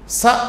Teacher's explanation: స అన్నాం, అది దంత్యం, దంతములు పైకి లేస్తాయి అప్పుడు